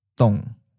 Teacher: Third tone, mid falling